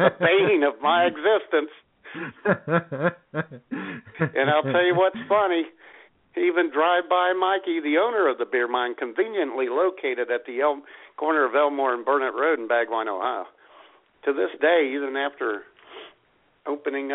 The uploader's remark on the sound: Take your phone calls. IWS Radio.